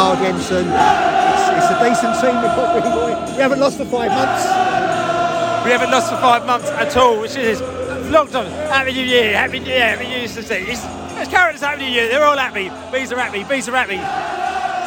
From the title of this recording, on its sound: post-match podcast from the stands